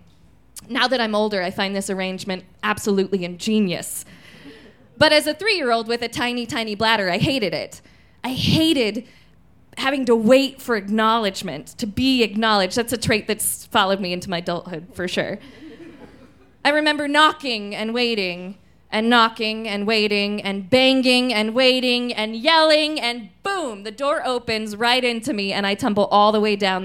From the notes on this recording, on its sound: Recorded in our new home at Buntport Theater. These stories were recorded at Buntport Theater on June 18, 2014. You might notice that our podcast sounds a little bit different!